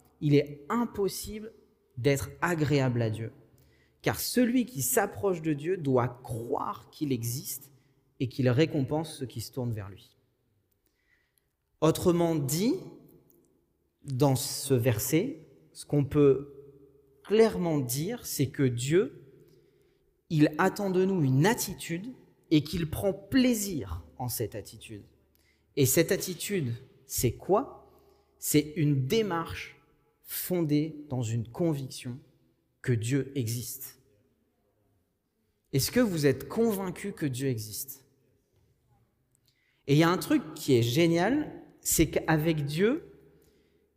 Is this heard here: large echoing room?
yes